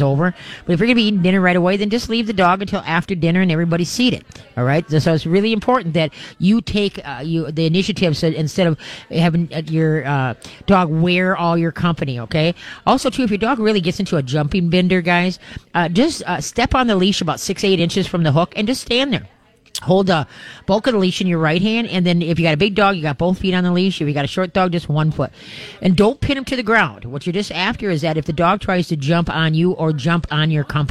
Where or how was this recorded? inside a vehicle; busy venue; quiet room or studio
busy venue